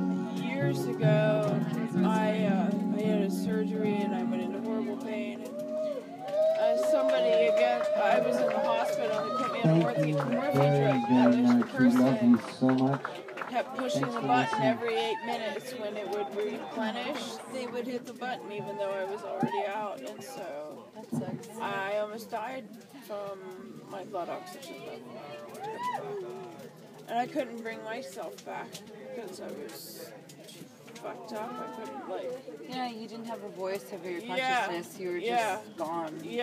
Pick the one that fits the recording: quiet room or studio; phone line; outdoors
outdoors